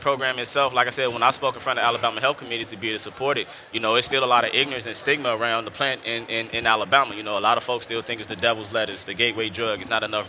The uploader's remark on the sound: Recorded at MJBizCon 2023